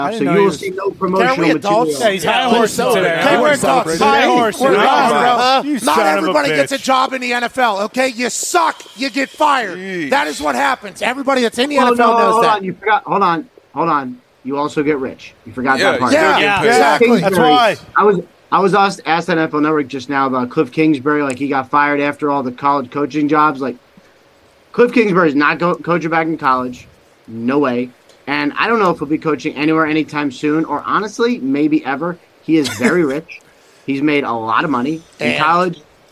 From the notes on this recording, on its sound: They are also LIVE from SoFi Stadium ahead of tonight’s National Championship MegaCast on ESPN2.